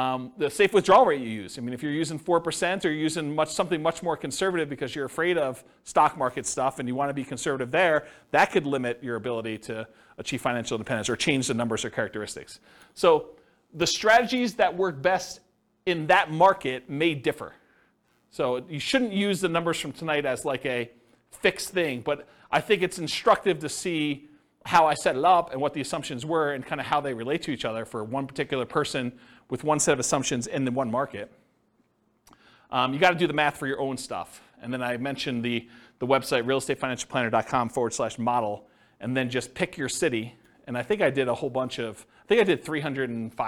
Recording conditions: live audience